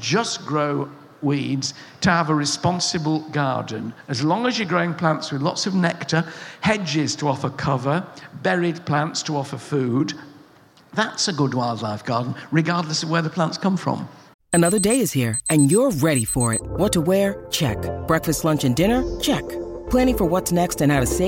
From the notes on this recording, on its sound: Recorded at BBC Gardeners’ World Live. The audience listened.